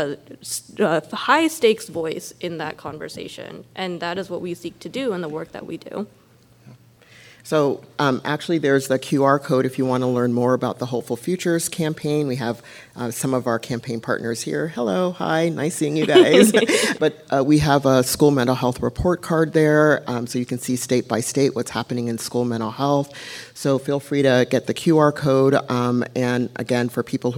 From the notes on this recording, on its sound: This was recorded live during the Stopping the Stigma Summit to address mental health for children, youth and families.